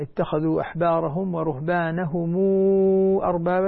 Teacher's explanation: توسط صلة ميم الجمع بواو وإشباع الواو 6 حركات، صارت واو لأنها صارت من قبيل المد المنفصل وتشبع تمد 6 حركات.